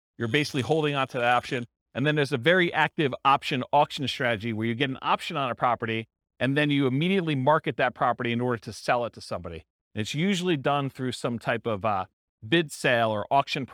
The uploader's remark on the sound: This was a live class recorded